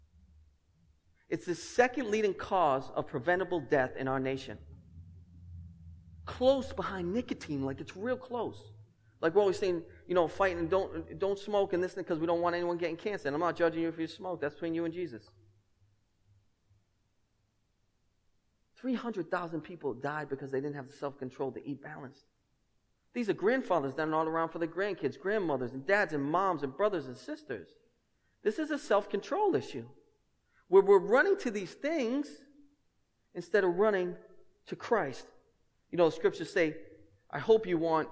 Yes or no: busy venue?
no